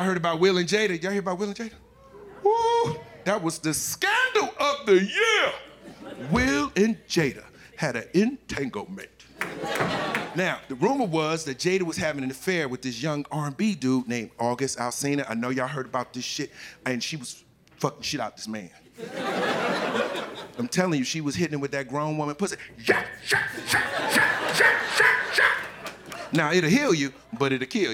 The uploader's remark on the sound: Live from Tribeca